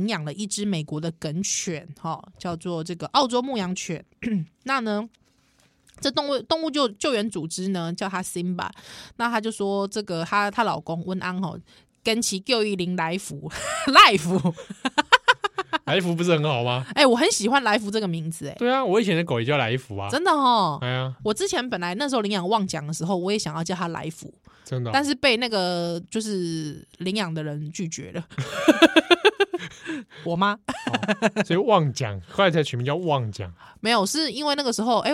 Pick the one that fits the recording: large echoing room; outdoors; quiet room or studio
quiet room or studio